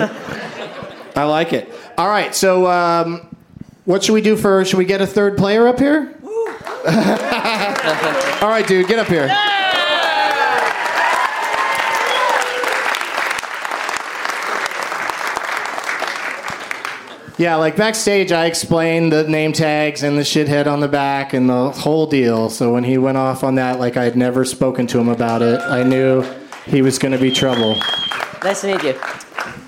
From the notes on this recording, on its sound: Live from the Traverse City Film Festival.